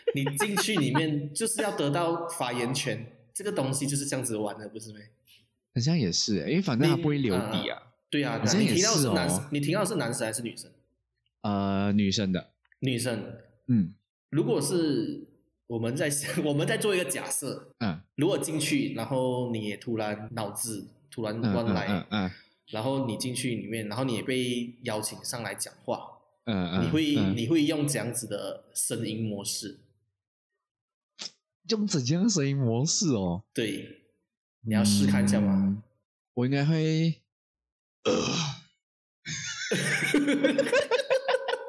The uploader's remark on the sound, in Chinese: 進了clubhouse。音質有待加強。